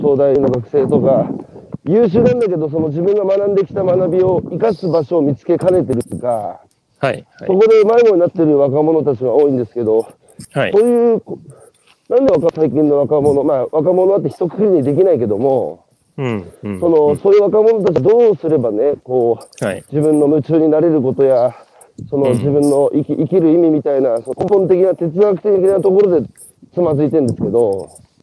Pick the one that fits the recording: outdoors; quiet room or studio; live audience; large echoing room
outdoors